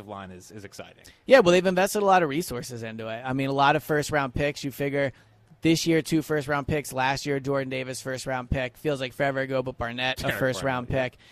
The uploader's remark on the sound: Live at Lincoln Financial Field. Broadcasting the Eagles only open practice of the season.